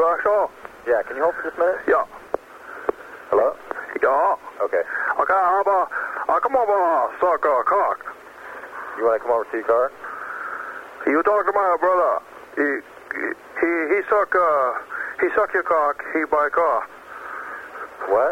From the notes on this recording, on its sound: Prank Phone Calls